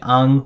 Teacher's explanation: If you add a G to the end of pinyin an, then you get ang, which kind of nasalizes the an sound.